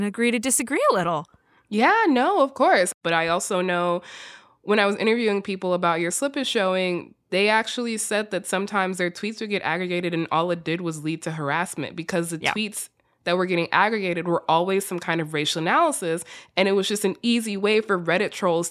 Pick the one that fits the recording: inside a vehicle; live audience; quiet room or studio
quiet room or studio